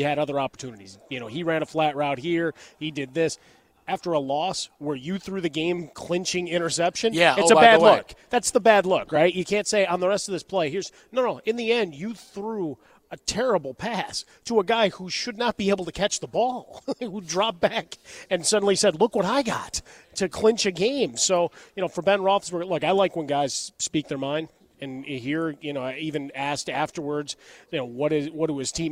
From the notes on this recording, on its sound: The guys broadcast live from the Westin Bonaventure in Los Angeles.